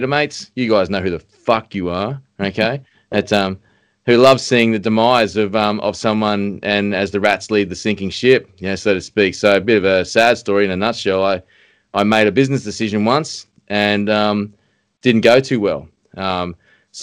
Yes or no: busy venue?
no